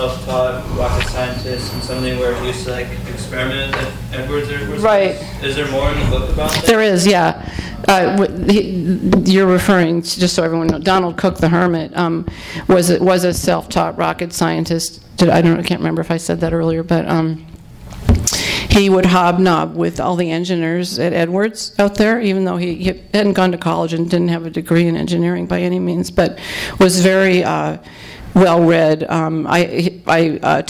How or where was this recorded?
live audience